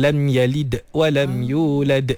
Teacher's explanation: Kita dengar ada gap. Ada huruf antara huruf qalqalah dengan huruf setelahnya tu